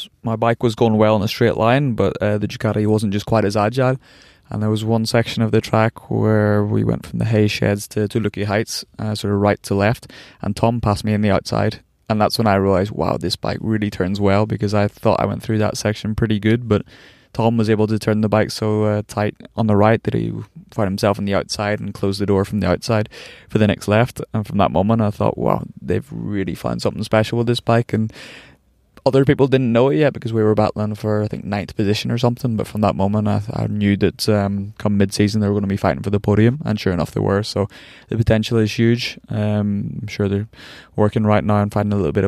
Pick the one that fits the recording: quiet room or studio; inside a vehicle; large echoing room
inside a vehicle